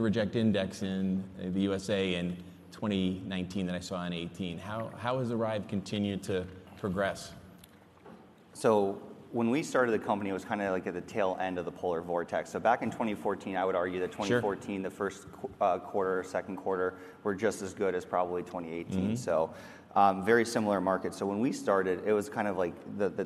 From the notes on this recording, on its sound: lively session from FreightWaves LIVE: Chicago